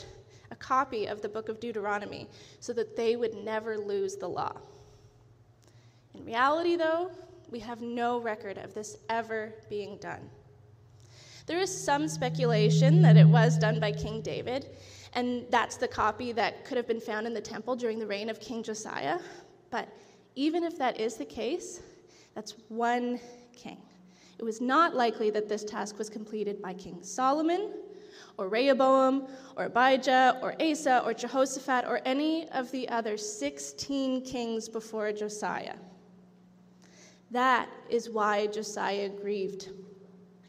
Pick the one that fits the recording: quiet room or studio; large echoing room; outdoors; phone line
large echoing room